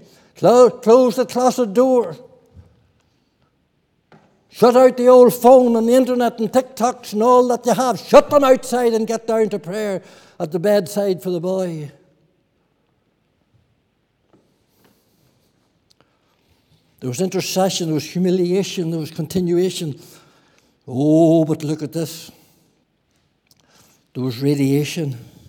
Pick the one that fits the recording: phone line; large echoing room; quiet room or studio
large echoing room